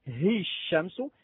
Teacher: الألف واللام غير ملفوظتين أصلا، فأسقطهما من حسابك العروضي.